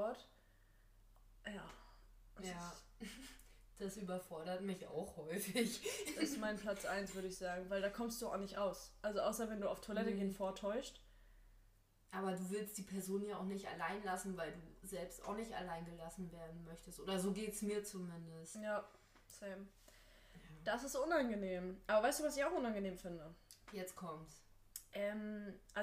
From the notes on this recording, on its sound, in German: technische Schwierigkeiten gehen uns mächtig auf die Nerven